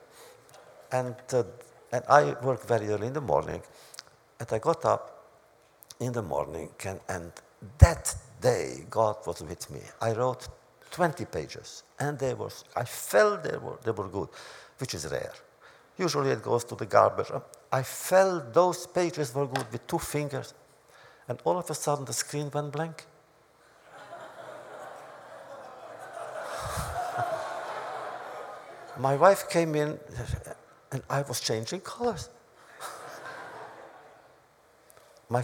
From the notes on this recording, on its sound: This audio podcast was recorded at the Academy of Achievement's 2007 Summit in Washington, D.C. In a wide-ranging address to the Academy's student delegates.